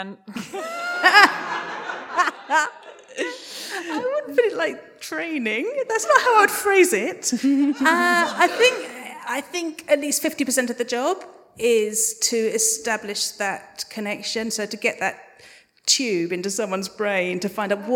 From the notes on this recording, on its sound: LIVE AT ADH PODFEST 2022. To all the audience who attended, asked and answered questions, shared your top 3 audio fic shows, thank you heartily. It was WONDERFUL to do this show live.